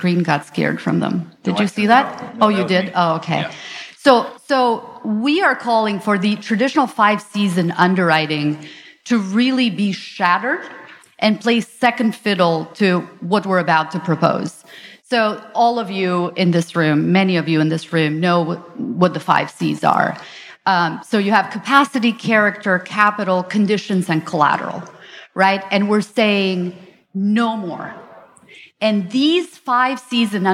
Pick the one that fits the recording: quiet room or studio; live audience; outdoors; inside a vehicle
live audience